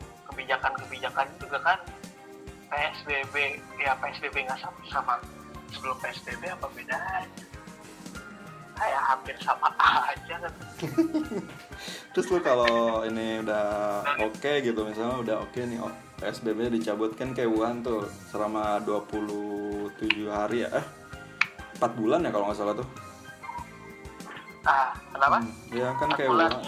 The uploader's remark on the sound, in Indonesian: Obrolan di ambil melalui voice call whatsapp dan pihak narasumber tidak mengetahui obrolannya direkam.